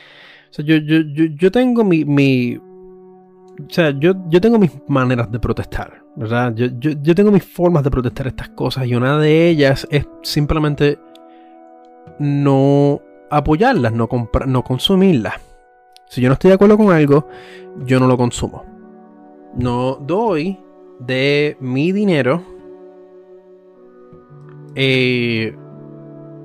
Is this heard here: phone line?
no